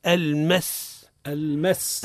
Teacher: هنا السين هو صفيري ورخوي. صفيري ورخوي معنى يسمع له صوت المس كصوت الطائر هذا اسمه صفيري.